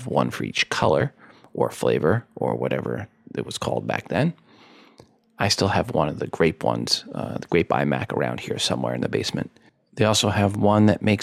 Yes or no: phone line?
no